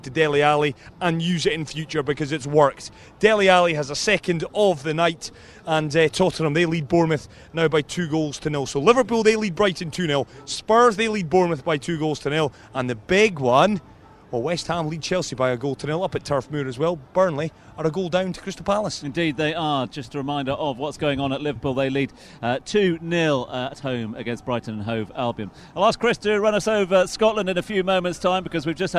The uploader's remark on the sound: From the rooftop garden of Barasti